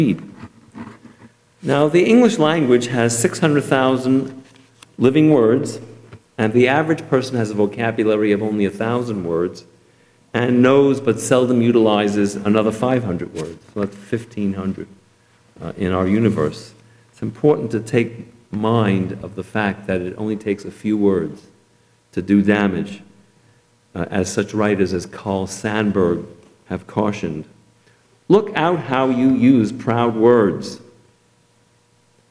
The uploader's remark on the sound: Delivered at Temple Emanu-El